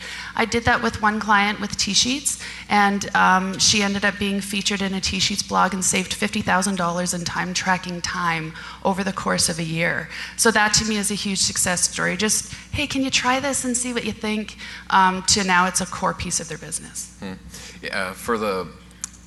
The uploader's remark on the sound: Live Broadcast at the The IPBC IGNITE Conference